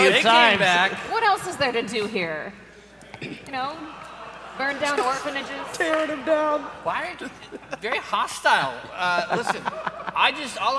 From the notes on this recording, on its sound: live at PAX Unplugged 2023